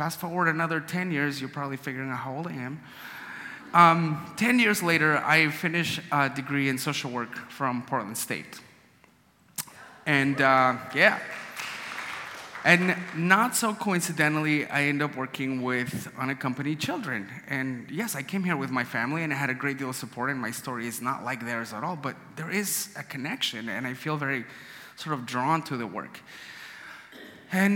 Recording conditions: live audience